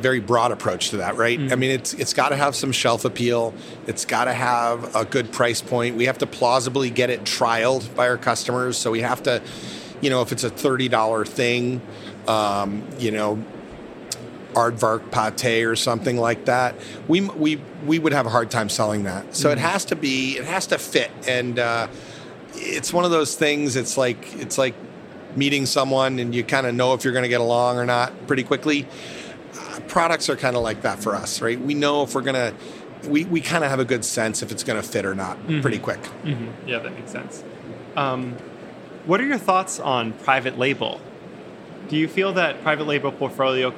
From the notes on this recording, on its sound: recorded at the Winter Fancy Food Show in Las Vegas